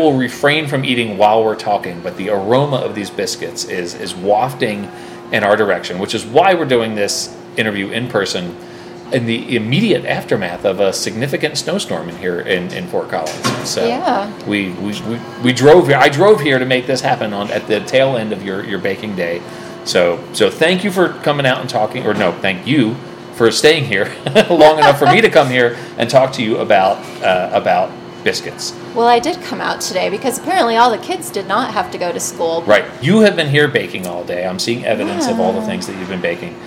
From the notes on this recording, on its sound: live from her commercial kitchen